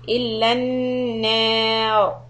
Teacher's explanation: when you stop at the word illannaru, then we are going to make the ra heavy